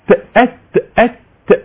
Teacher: ايضا بالنسبة لصفة التاء ات ات ات هكذا يبقى ات حبس الصوت وبعد كده جريان النفس